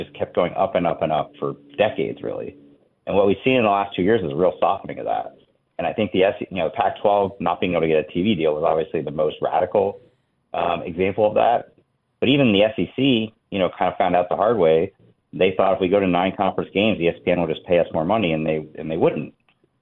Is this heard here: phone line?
yes